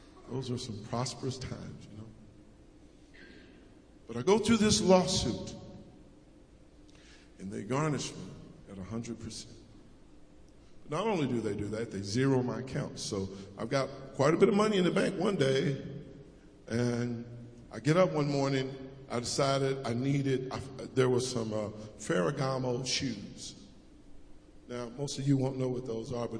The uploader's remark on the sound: preached at Acton United Methodist Church in a Community Thanksgiving Service